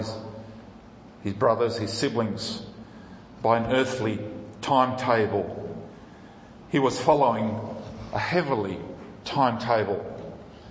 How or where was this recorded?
large echoing room